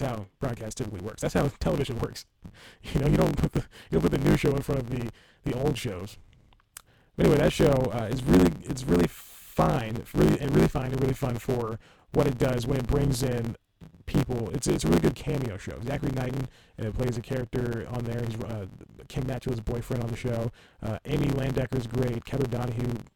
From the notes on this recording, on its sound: Audition crashed. AGAIN and ruined the episode's audio. It's still kind of listenable if you can tolerate a lot of distortion.